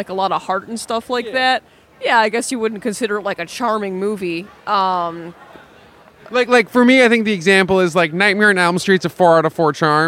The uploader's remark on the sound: Live at the 2023 Music Box of Horrors!